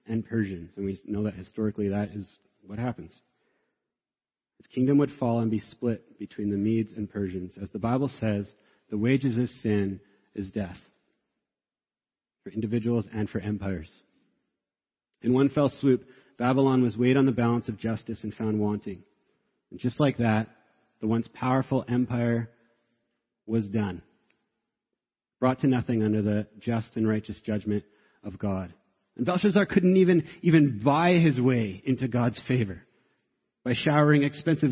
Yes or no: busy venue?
no